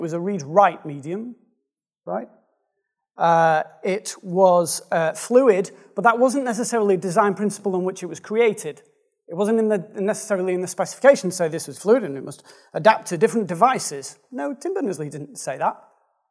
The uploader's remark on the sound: Speaking at the Responsive Day Out in Brighton. The Responsive Day Out is an affordable, enjoyable gathering of UK designers and developers.